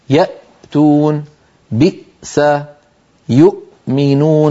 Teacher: فنجد بأن المخرج قد انقفل تماما عند نطقنا للهمزة الساكنة